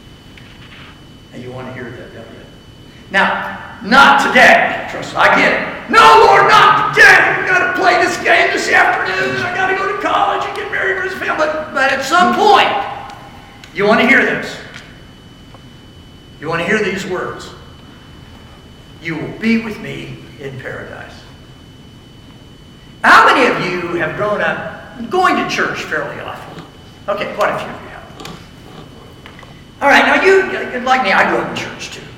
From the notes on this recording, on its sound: I delivered the following message at a chapel service for a football team.